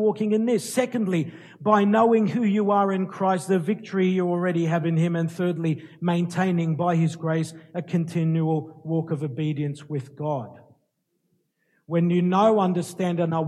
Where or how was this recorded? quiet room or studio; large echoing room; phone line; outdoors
large echoing room